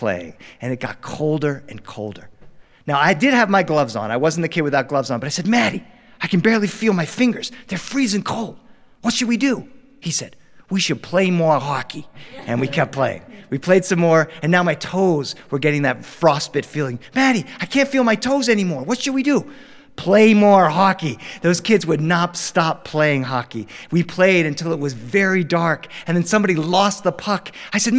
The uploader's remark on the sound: joined us with our live studio audience to record these stories